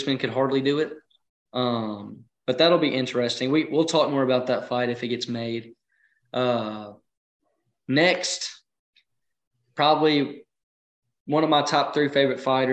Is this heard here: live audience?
no